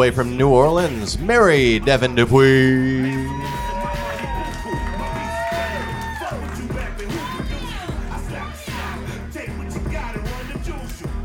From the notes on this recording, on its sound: Recorded LIVE at the world famous P&H Cafe in Memphis, TN!